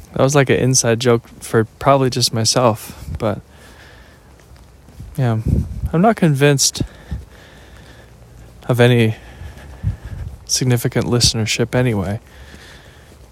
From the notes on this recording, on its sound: Listen to me walk and talk.